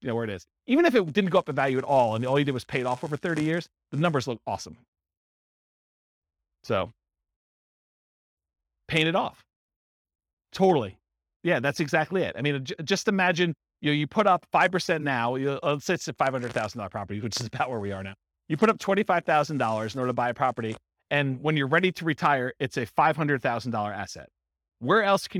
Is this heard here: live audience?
yes